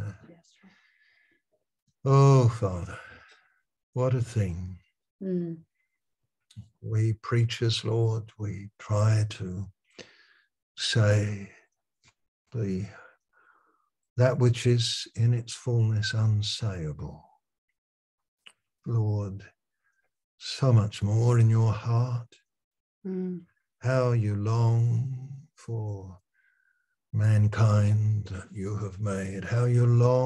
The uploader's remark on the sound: Malaysia Meets (Zoom)